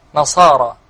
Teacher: والنون حرف مرقق والصاد حرف مفخم · Term: تخلص النون من الصاد